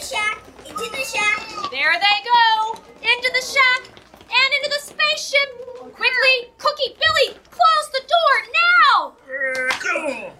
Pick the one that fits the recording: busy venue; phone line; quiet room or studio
busy venue